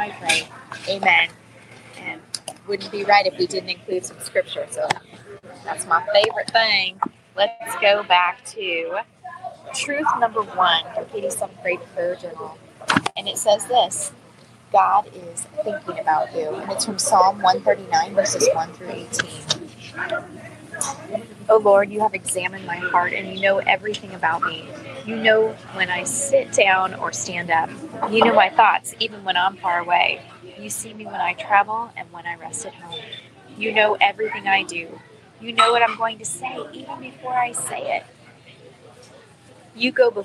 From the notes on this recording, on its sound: LIVE from WAFFLE HOUSE. I'm recording LIVE from a Waffle House in Nashville!